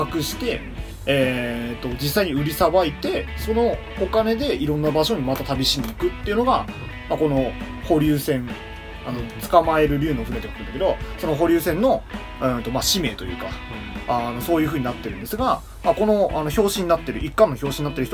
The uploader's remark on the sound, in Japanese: 録音機材：iPhone7。編集ソフト：AdobeAuditio2020。